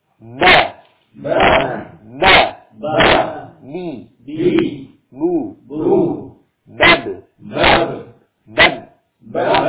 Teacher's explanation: Jadi dengan suara tertekan, nah, suara tertekan dan nafas tidak mengalir. · Term: huruf ba